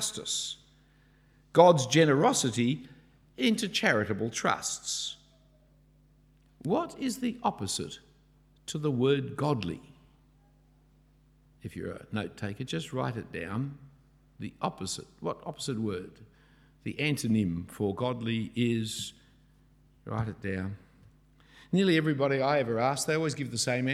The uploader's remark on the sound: A talk preached at St Andrews the Great at Cambridge.